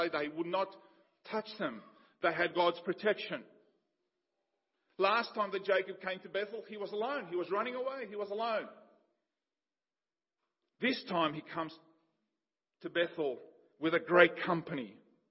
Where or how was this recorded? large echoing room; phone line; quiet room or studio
large echoing room